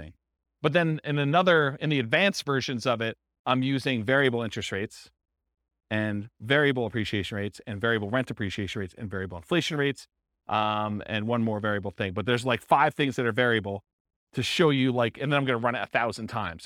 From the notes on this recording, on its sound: This was a live class recorded